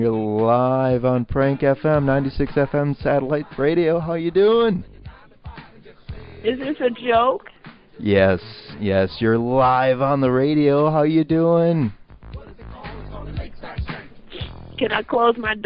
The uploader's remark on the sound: Prank Phone Calls.